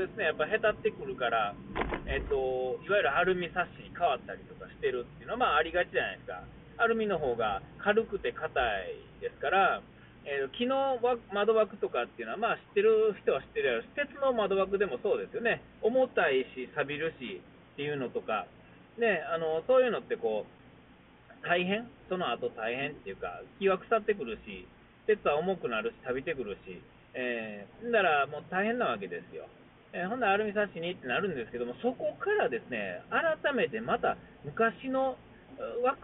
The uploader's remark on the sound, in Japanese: 音が悪いんですが、Bluetoothのスピーカーのマイクがよろしくない感じです。お聞き苦しいでしょうが、録り直しで喋れないので、このままのリリースという事で許して下さい。